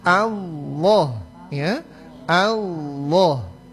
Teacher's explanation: Jadi sebut ringan huruf A, lalu lamnya ditebalkan dengan cara menaikkan pangkal lidah, sehingga saat baca sodakallah, ya, sudah langsung tebal.